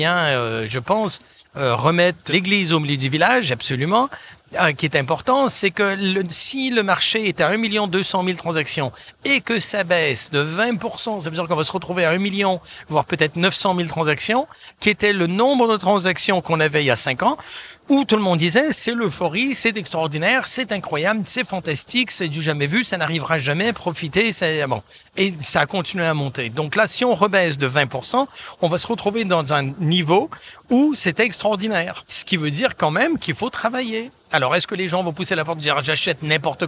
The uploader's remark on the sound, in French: pour ce nouvel épisode de Mon Podcast Immo en live de Franchise Expo.